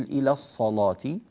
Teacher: اللام هنا مغلظة، لام مغلظة لأنها لام مفتوحة وقبلها حرف الصاد المفتوحة